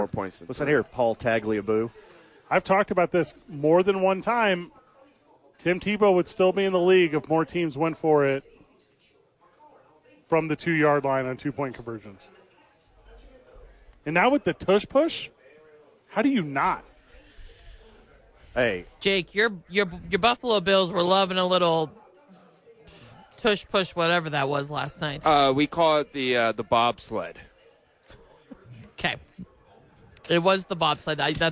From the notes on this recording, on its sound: live from Howies watching the National Championship